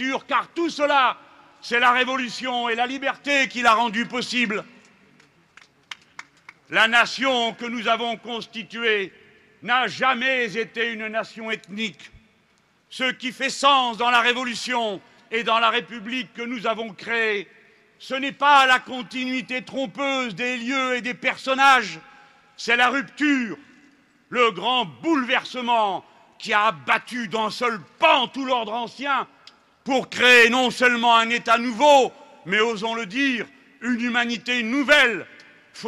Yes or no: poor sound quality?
no